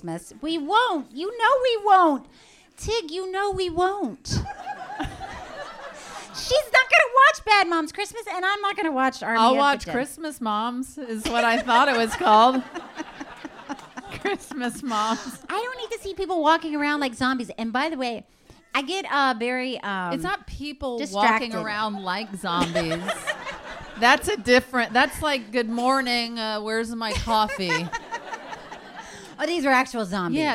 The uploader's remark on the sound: LIVE SHOW! Ever LIVE show.